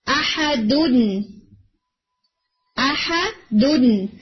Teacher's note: احدن یہ اصل میں تنوین جو ہے یہ آڈیبل نون ساکن ہے، ویزیبل نہیں ہے، آپ دیکھ نہیں سکتے مگر آپ کو سنائی دے رہا ہے کہ نون ساکن آ رہا ہے آخر میں، رائٹ؟